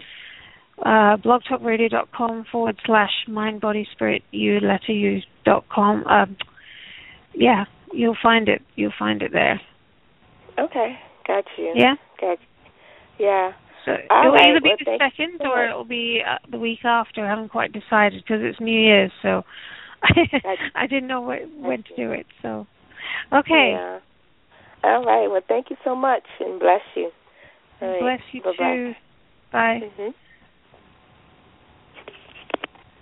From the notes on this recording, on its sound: Takes Your Calls For Healing.